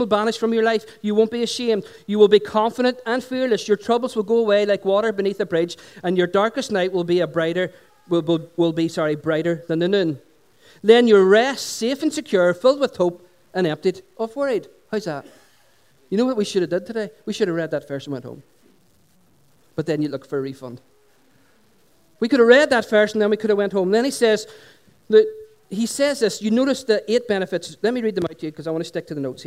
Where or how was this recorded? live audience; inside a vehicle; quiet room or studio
live audience